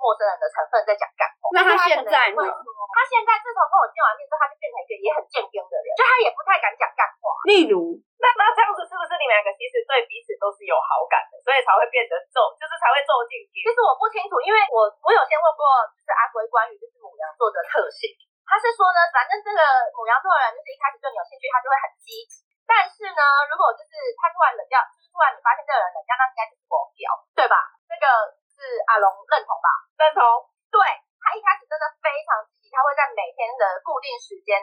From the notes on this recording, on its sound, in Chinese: 本集第一次遠端錄音音質集差。